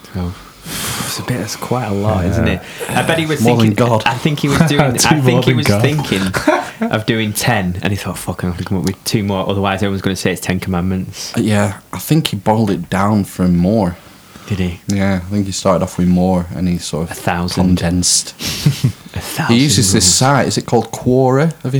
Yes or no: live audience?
no